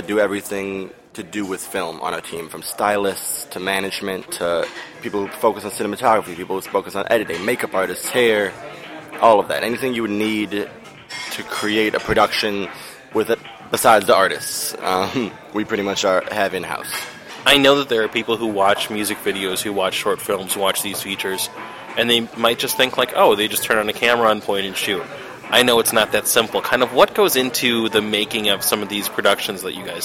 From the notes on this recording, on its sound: In an interview recorded at a local cafe.